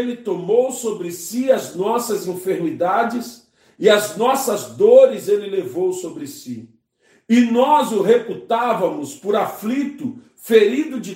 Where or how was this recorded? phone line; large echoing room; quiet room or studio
large echoing room